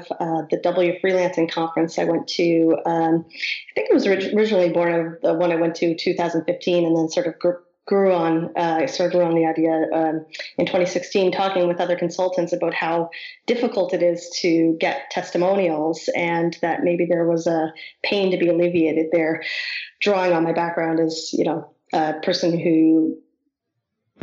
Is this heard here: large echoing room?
no